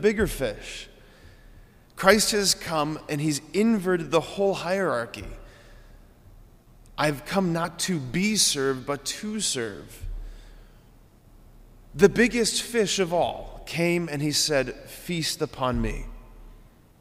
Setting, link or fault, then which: setting, large echoing room